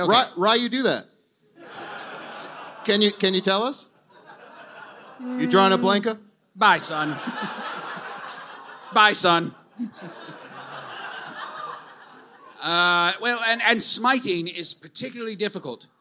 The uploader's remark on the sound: Recorded live at the Bell House in Brooklyn.